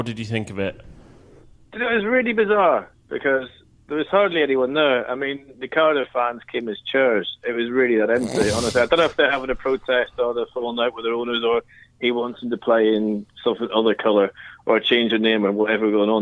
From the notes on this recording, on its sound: Joins from afar. Is on the phone this week.